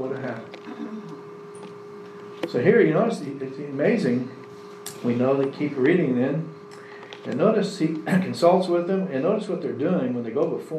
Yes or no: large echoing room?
yes